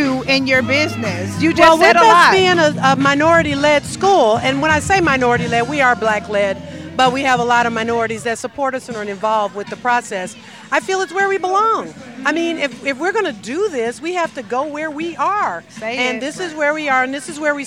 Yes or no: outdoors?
yes